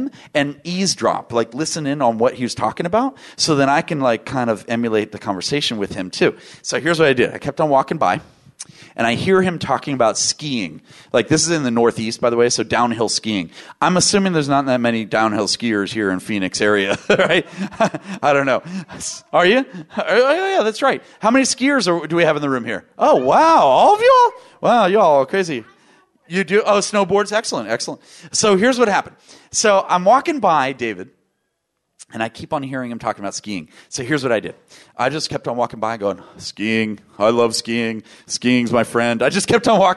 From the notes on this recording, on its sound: VoiceAmerica Talk Radio Live from NetMob Premiere™